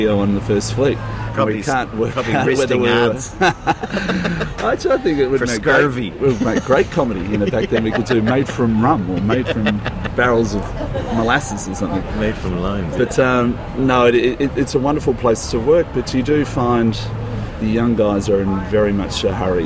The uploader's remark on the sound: This first outside (and rather noisy) episode. Recorded: Sydney.